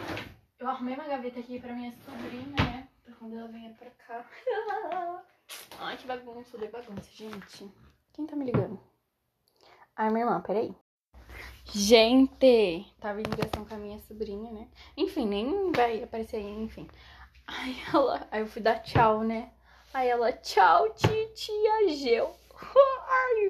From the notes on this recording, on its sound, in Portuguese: Fiz esse ep de tarde. Desculpem pelos barulhos.